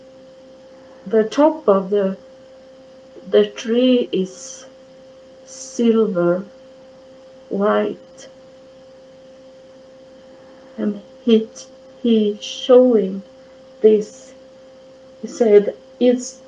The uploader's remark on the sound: It was my first recording. The recording is a little blur because I didn't know how to get the best sound.